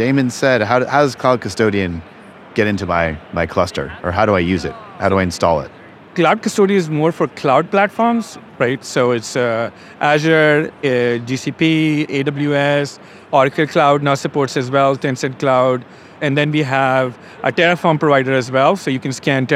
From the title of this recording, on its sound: Live From KubeCon 2023